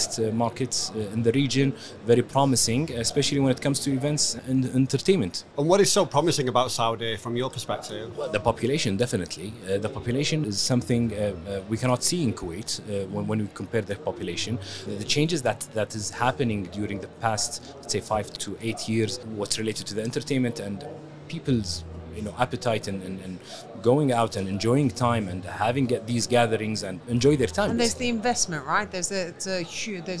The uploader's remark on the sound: Live from SES